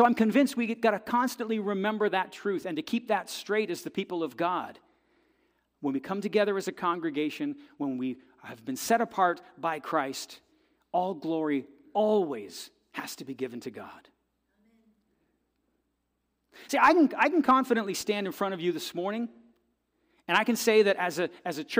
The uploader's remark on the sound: This audio is taken from the December 31, 2023 worship service at FBC Charlottetown.